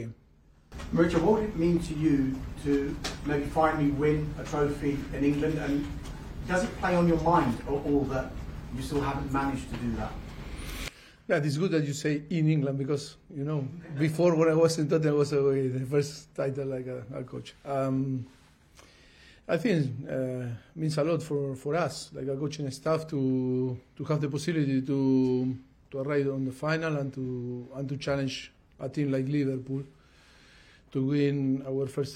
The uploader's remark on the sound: Gives his pre-match press conference ahead of the Carabao Cup final against Liverpool.